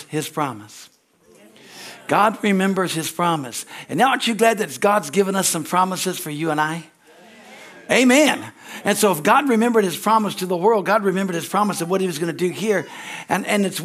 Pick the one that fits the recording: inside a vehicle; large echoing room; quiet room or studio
large echoing room